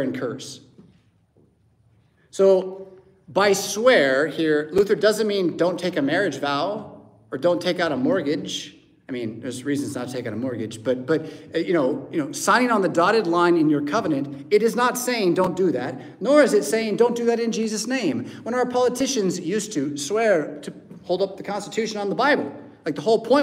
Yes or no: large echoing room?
yes